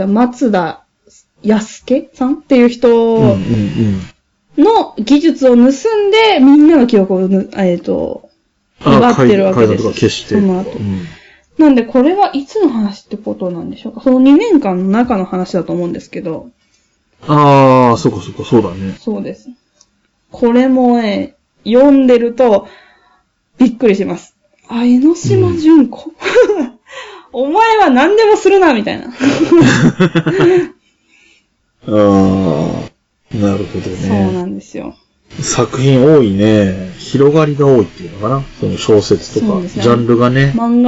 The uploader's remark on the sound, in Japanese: 今回も音質悪いかも。ごめんなさい。